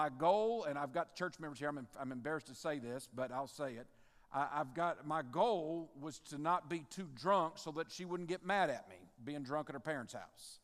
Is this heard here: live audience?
yes